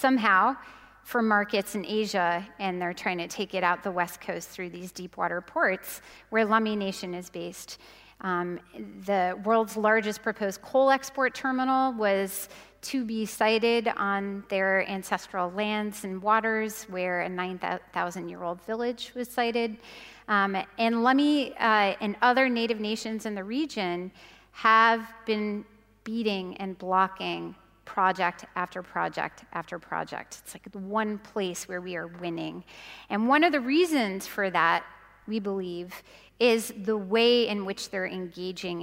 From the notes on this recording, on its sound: This is the adaptation for the Climactic podcast of the first keynote of Climarte's Art + Climate = Change Festival.